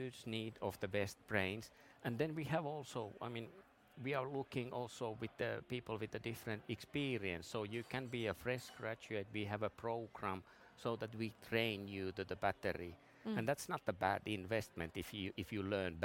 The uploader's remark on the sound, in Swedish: Live-podd från Ingenjörsdagen i GBG och Luleå. Som spelades in live på Ingenjörsdagarna i Göteborg och Luleå.